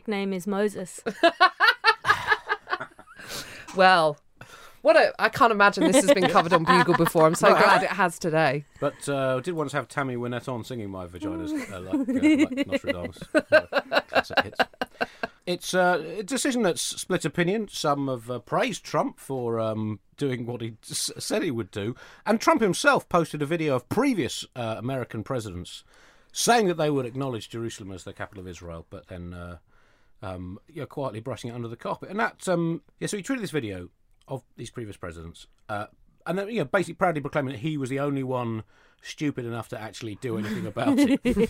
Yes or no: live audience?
no